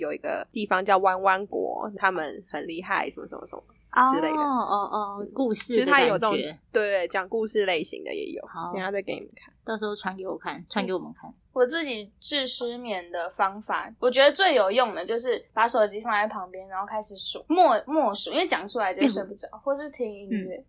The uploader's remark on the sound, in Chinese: 音質抱歉了快要可以見面錄音了嗚嗚。